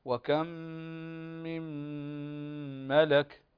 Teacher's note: هنا ميم ساكنة وبعدها الميم تدغم، الميم الساكن هذه في الميم المشددة التي بعدها إدغاما، ويسمى هذا الإدغام إدغام مثلين صغير أو إدغام متماثلين صغير، فتقرأ هكذا: وكم من ملك، وكذلك النون الساكنة التي بعدها تدغم في الميم.